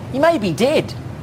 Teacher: We'll be looking for phrases that have so-called short E vowel sounds, but when pronounced in the New Zealand style, they have the so-called short I sounds